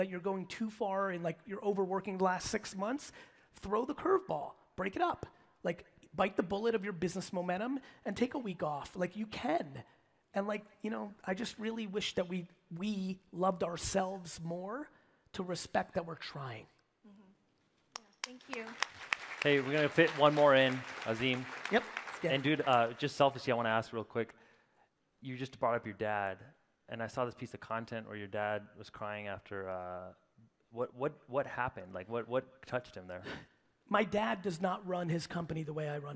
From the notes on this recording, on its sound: Today's episode is the Q&A segment from the Forward Event I attended in Las Vegas!